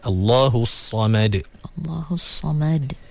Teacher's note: Samad sebab sad dia tebal, mim kena nipis.